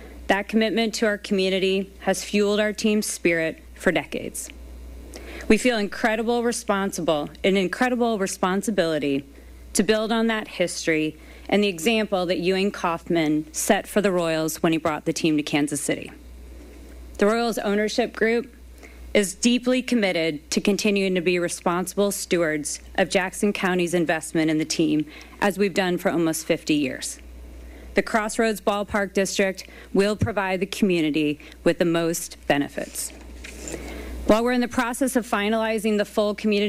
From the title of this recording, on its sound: Royals Press Conference